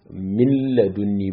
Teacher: nunin wannan ba za a ji ta ba, gaba ɗaya za a shigar da ita ne cikin lamun, sai zamana lamun an yi mata shadda, har ya zamana cewa duk wanda bai gane sai kama harfi guda biyu ne aka haɗe. · Term: idgham bi ghairi gunna